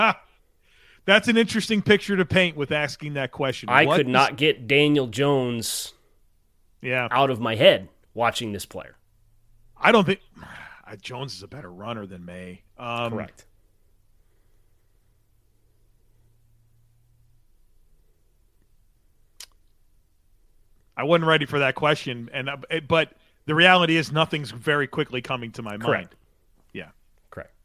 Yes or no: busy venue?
no